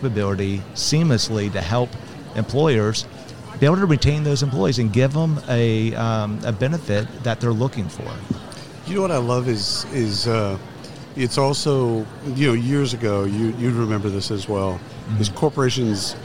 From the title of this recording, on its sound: Live from SHRM 2022